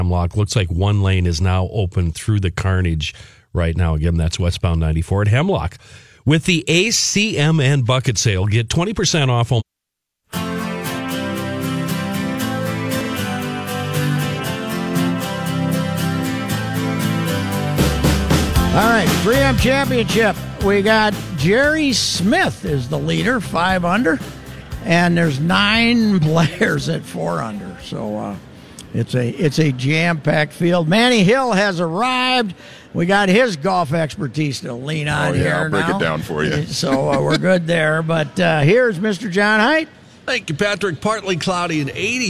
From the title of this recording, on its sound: LIVE from the last 3M Championship